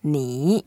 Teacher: You need to go down first, then up. · Term: third tone